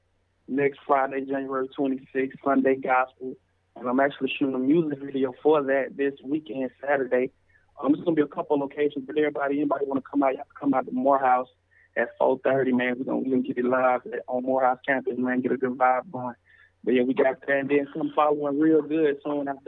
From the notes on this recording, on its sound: we decided to open the lines conference call style for artist to ask questions at will